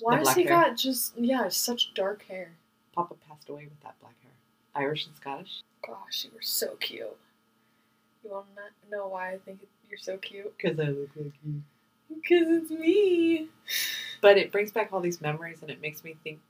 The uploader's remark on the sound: this episode the audio is a little bit better, but not by much